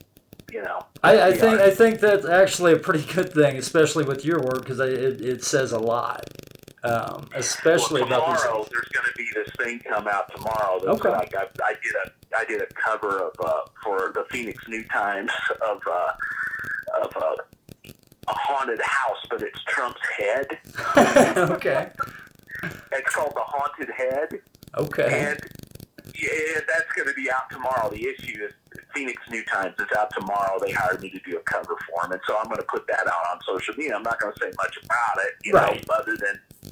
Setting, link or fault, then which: fault, poor sound quality